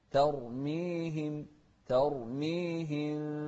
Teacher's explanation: شوف التاء مرققة بعدها راء مفخمة